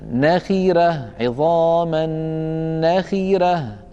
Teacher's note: هذه راء مفتوحة أيضا ومع ذلك رققها لأنها مسبوقة بكسرة متصلة. وأعود فأقول نعني بالكسرة المتصلة أن تكون الكسرة من الكلمة نفسها.